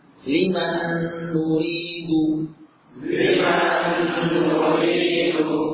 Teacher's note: Nun sukun bertemu nun. Jelas diidghamkan. Karena sama nun dengan nun satu jenis, satu makhraj, satu huruf.